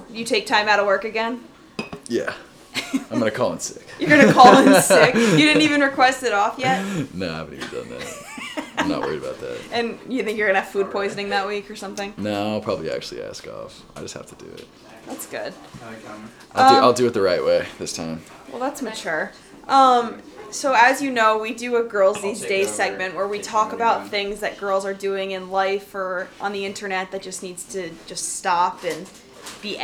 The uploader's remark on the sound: We are live from Boston pre Super Bowl and it starts to get rowdy.